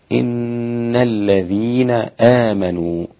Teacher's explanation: إن الذين آمنوا، إن الذين آمنوا، الخطأ الشائع في كلمة إن عند الغنة هي تغليظ الغنة، وإنما الغنة رقيقة جدا لأنه لا يوجد داع لتفخيمها